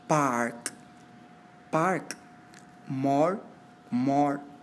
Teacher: Una vocal más una R más una consonante. Se vocalizan o como una vocal larga